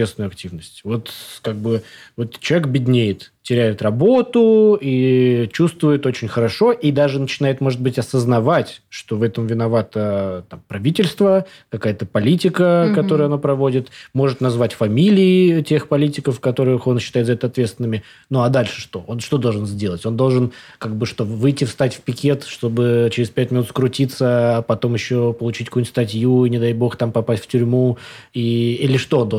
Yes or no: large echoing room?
no